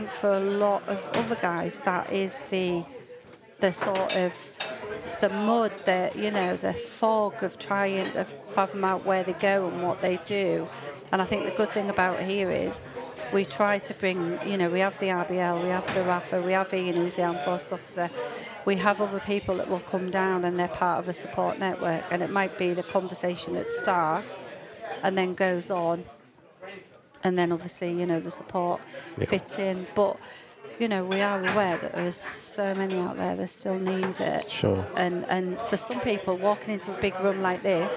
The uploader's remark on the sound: It was recorded in The Grainstore, Oakham, Rutland, during the December AFVBC meeting.